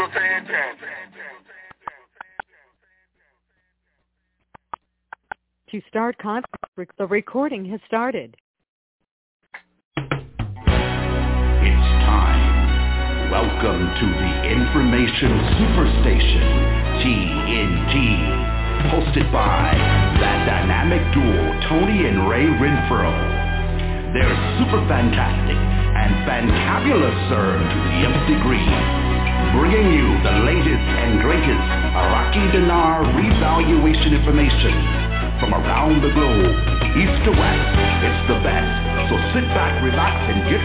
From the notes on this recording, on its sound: TNTSuperfantastic Conference Call